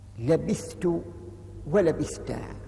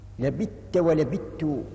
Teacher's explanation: بإدغام الثاء في التاء، وذلك لتقاربهما في المخرج · Shown in: second take · بالإظهار أي بالفك بحيث لم يدغم الثاء في التاء